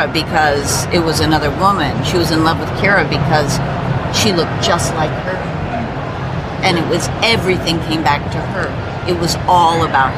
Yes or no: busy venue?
yes